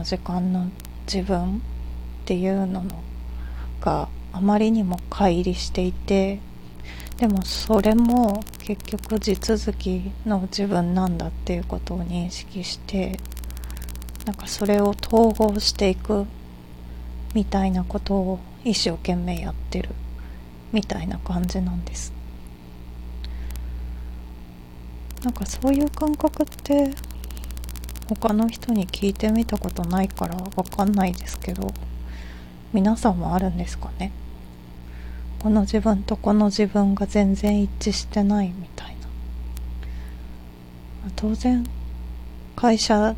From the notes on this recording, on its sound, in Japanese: おふとぅんの中で録音したらなぞのジリジリした音声が入ってしまいましたが、とりとめのない話すぎて再度録音ができないのでこのまま公開します。